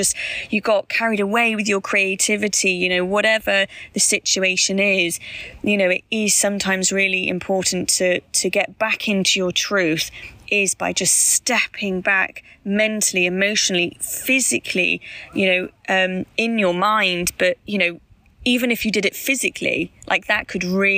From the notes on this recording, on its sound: Apologies for the sound quality of this episode - we were outside and it was a bit windy at times. We will get a better mic for next time! Apologies for the background noise in some places.